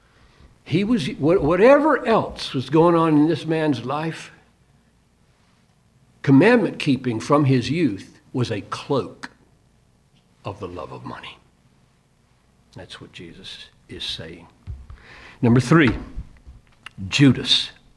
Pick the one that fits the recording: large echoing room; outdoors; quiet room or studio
large echoing room